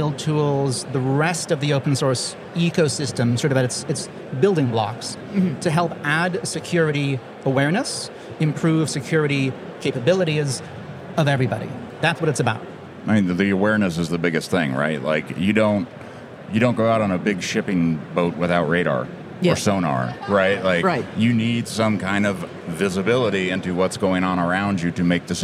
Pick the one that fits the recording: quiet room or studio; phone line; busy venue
busy venue